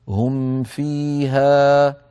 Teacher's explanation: النون الساكنة والميم الساكنة في كلمة أنعمت غنتها ناقصة يعني قصيرة. هم في الميم فيها غنة قليلة جدا ناقصة هكذا. · الميم فيها غنة قليلة جدا ناقصة هكذا. هم فيها، الحالة الرابعة والأخيرة كما نرى أن تكون الغنة أنقص ما تكون في النون والميم المتحركتين، نحو قل بئس ما يأمركم به إيمانكم إن كنتم مؤمنين.